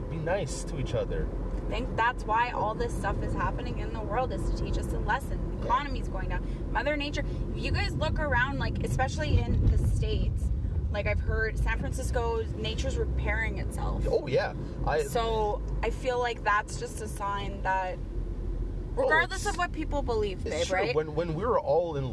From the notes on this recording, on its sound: Picked up the wife and sprung this on her lol. I wanted to try out a recording while driving in the car from her work.